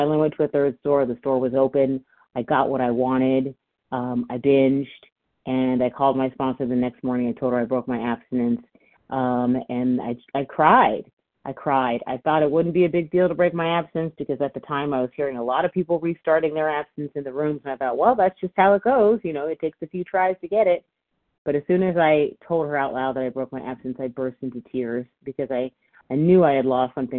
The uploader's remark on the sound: from the 100 Pounders Phone Meeting, 6/21/23